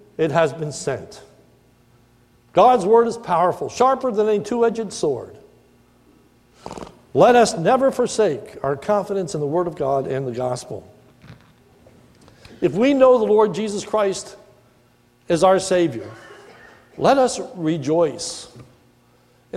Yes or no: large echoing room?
yes